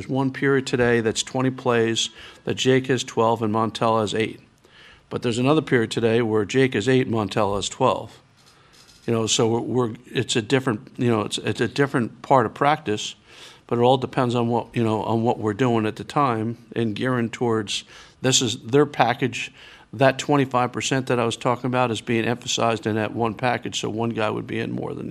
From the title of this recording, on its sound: Press Conferences & Post-Game Interviews